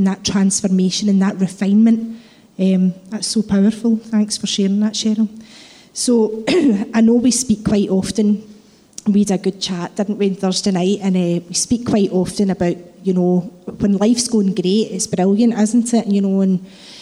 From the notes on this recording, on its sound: Live podcast from Testimony Sunday.